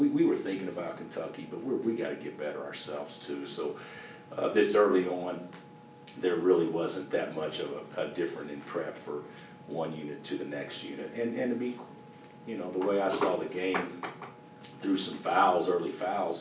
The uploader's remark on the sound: Press Conferences & Post-Game Interviews